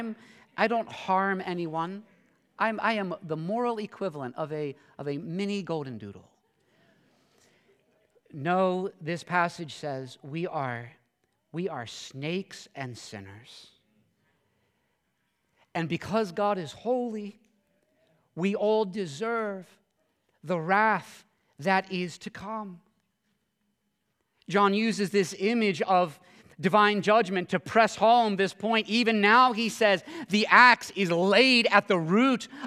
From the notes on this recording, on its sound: this sermon at Covenant Fellowship Church